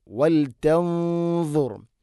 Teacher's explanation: സാക്കിന നൂന് ശേഷം ദാദാണ് ഇഖ്ഫാ ബി ഗുന്ന. ദാദ് സ്വരഭാരത്തിൽ ഉച്ചരിക്കേണ്ട അക്ഷരമാണ്.